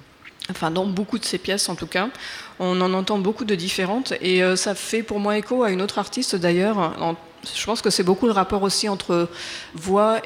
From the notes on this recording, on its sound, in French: enregistrée depuis le salon de microédition Impressions multiples de l'Ésam de Caen/Cherbourg